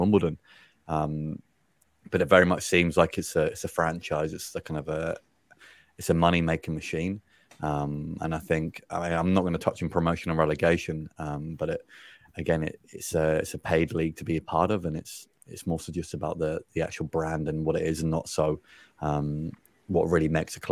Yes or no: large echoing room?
no